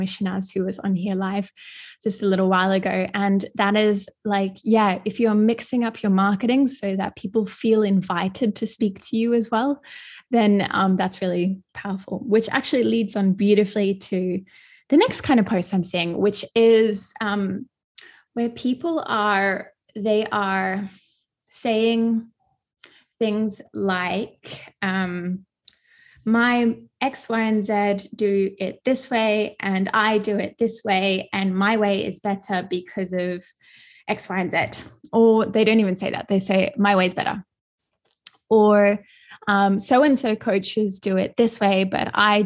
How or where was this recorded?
video call